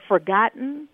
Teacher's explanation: if I say cotton mm-hmm. or forgotten, mm-hmm. I don't pronounce the T